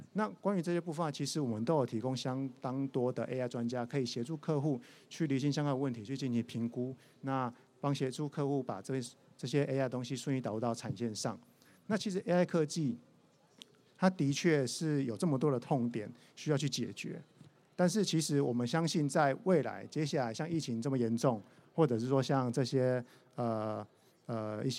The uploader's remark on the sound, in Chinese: 本集節目於2022年「台灣國際智慧製造系統整合展（TIIM）」展期間錄製